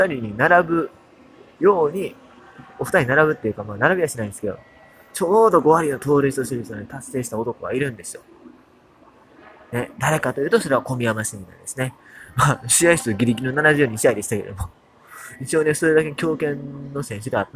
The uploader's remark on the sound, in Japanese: 10/4寝台特急サンライズ乗車前の大阪駅で収録。